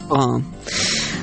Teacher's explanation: так называемая гортанная смычка. То, что мы произносим между гласными, когда говорим «не-а»